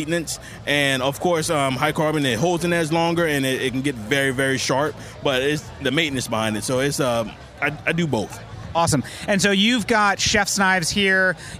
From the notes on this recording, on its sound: Getting down at Charleston Wine and Food Festival. As part of Heritage Radio Network on tour. Took the mic out into the crowd.